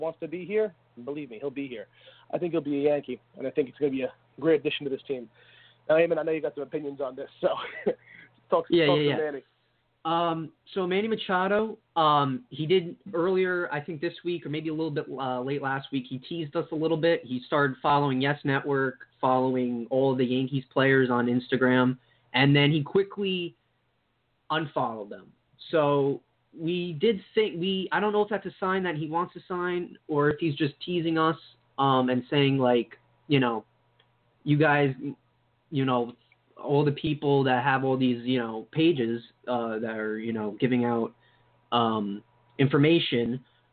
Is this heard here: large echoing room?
no